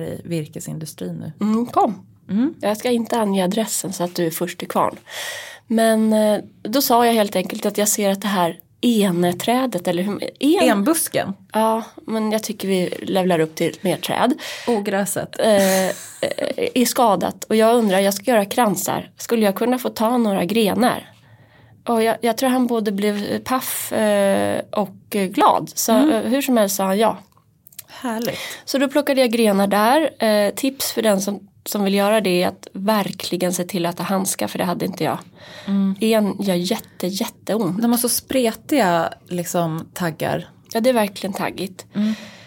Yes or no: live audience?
no